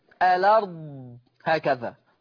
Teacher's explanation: طب لما يعمل نقل هشيل الهمزة وحط الحركة بتاعتها على اللام فتبقى لام مفتوحة · Term: النقل